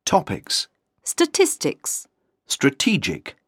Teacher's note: The stress is on the last but one syllable for the words with an ick ending